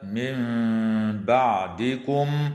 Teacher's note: وتقلب النون الساكنة ميما مع مراعاة الغنة والإخفاء